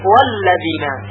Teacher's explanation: اما اگر الذین رو با کلمه قبل از خودش بخونیم همزه مسلماً حذف میشه و خونده نخواهد شد · Term: همزه وصل